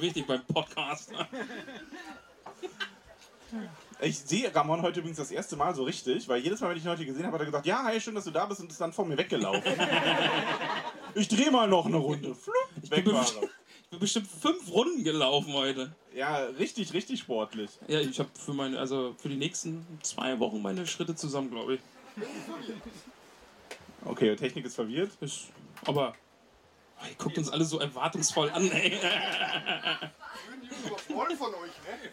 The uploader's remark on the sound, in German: Tollkühn LIVE von den Tolkien Tagen 2023. Da dies eine Live Aufnahme war bitten wir etwaige Qualitätsunterschiede zu entschuldigen. Danke nochmal an die zahlreichen Gäste die fast das Radagast Zelt gesprengt hätten.